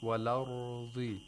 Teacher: You have to pronounce this ra with tafkhim. Thickness.